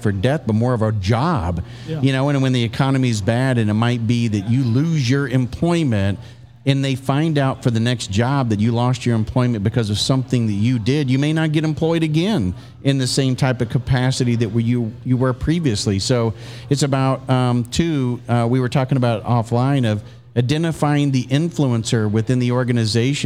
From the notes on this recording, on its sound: Taped at Line Creek Brewing Co., Fayetteville, GA